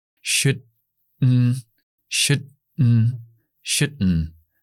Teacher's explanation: Pero me he dado cuenta yo mismo después que estoy glotalizando esa D.